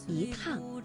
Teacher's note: 而在去声字之前呢，要变成阳平